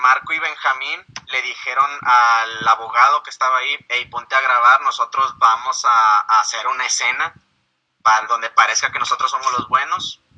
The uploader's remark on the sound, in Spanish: El audio que ven a la cabeza del texto es la llamada que tuve